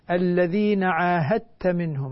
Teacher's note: وصفاتها لأن الحقيقة هذا المثال على الإدغام الكامل إدغام متجانسين كامل فتصبح الدال مع التاء تاء مشددة